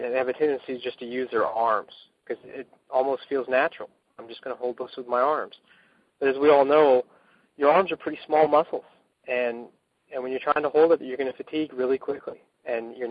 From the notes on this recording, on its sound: I had the opportunity to get on the phone with the creators of the new TACFIT Firefighter Program.